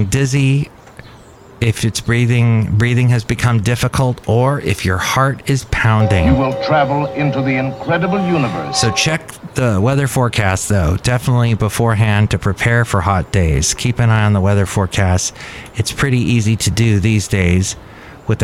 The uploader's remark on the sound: podcasts live from Café Anyway